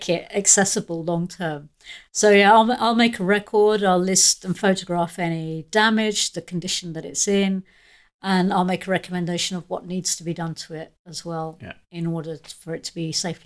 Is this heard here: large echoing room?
no